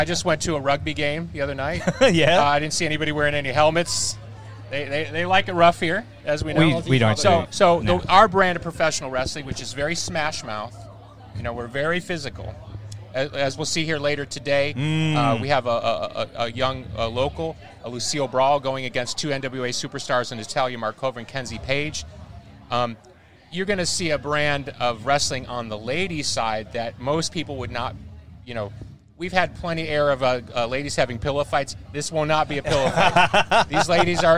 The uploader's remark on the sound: The Everblack Podcast teamed up with Heavy Mag at The World Is A Vampire Festival in Brisbane.